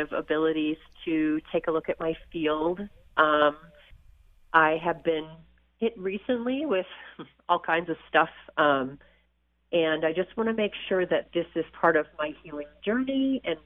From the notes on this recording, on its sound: Open Call-In Show Day!